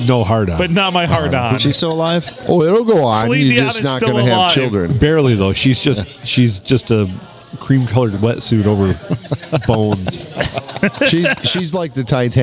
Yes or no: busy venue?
yes